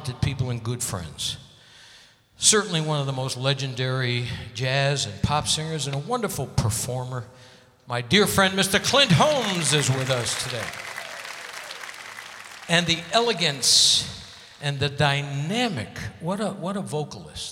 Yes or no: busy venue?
yes